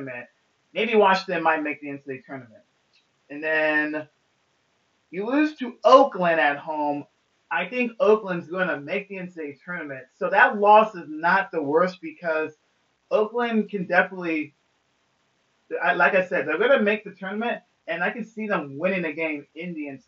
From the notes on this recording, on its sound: forgive me of the audio on this pod smh.